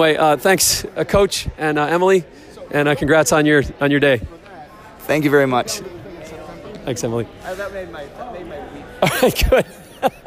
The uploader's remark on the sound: On the Floor at WCWC Nationals